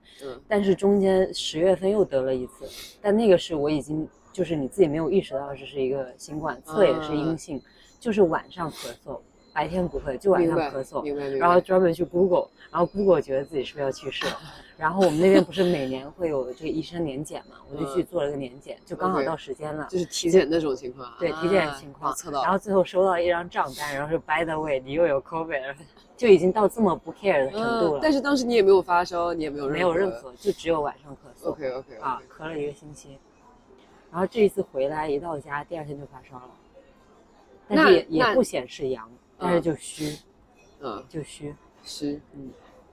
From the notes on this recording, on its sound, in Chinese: 本次录制因为约在了一个咖啡馆，有一些风声和饭店背景的声音，请见谅！最后结束的时候略显仓促，是因为我们另外一位高中的姐妹非常准时地赴约来吃饭，请不要介意～。